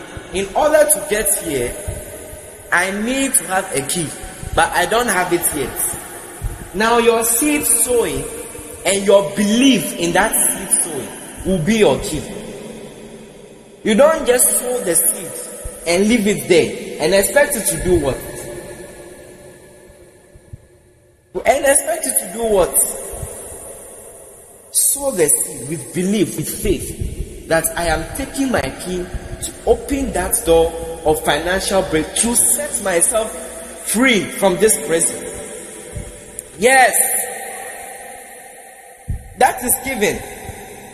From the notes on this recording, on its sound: Preached at The Praise Experience Praise Night 9 Service, LIVE at the Love Arena Church, Accra - Ghana.